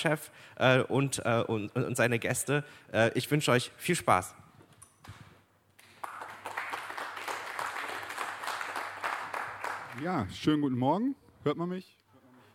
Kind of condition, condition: setting, busy venue